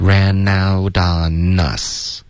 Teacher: Ran out on us 的这些 N 的音要注意、别用中文的这个 N 的这个后鼻音 OK, ran out on us 都是舌尖的